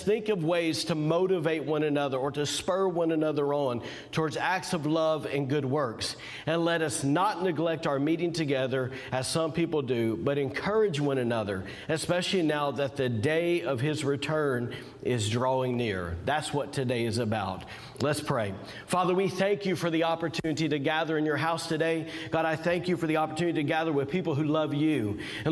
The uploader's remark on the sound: was recorded on Sunday, February 21st, 2021, during service at The Anchor Church in Rockport, Maine